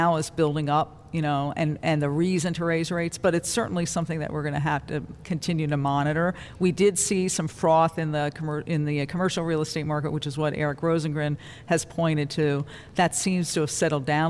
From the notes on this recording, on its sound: Live from the Federal Reserve Bank of Cleveland.